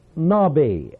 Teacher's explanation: we would pronounce it nabi, as if it were N-A-W-B-E-E with the accent on the last syllable